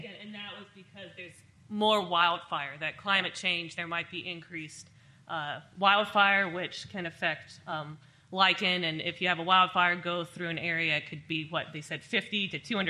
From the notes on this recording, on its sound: This event was recorded at the Alaska Native Heritage Center. This event was recorded at the Alaska Native Heritage Center.